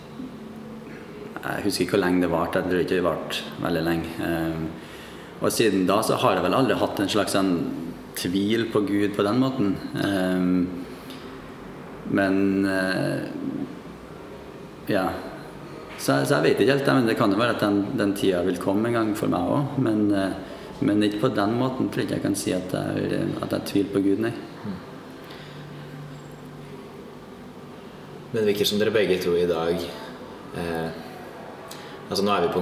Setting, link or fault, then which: setting, busy venue